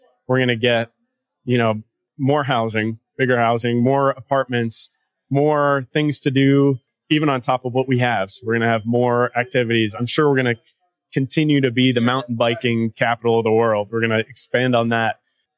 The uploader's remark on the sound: NWA Tech Summit Live